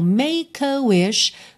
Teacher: Make termina em L, E não é pronunciado, você já junta o K no A seguinte.